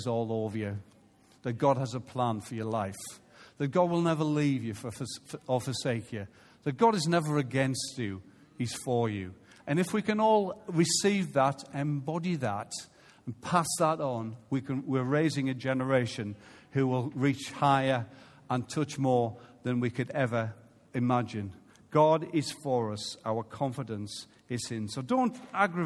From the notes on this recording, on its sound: Recorded live at Life Church on Sunday 17th June 2018.